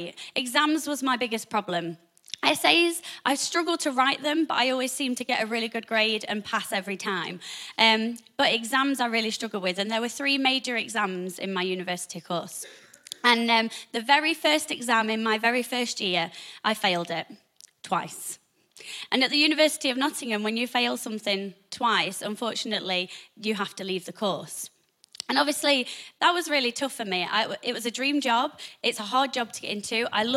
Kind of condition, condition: setting, large echoing room